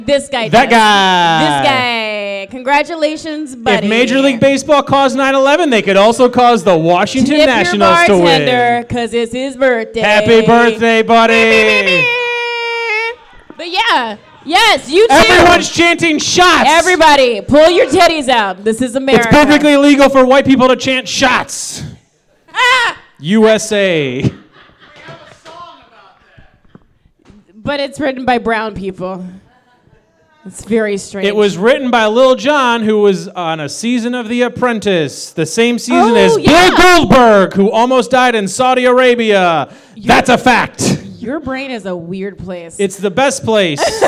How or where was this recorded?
live audience